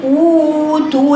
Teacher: بضم شفايفي وبشارك بجوفي يبقى او عميقه